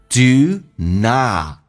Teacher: 打开自己的口腔，有 o 到 r 的一个转变，慢慢打开